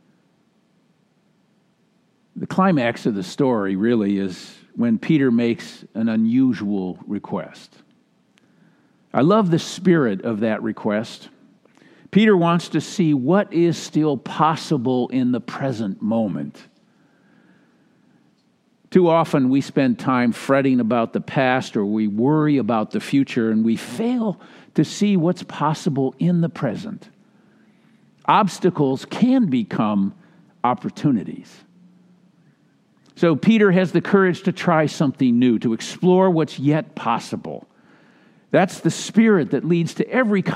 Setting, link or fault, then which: setting, large echoing room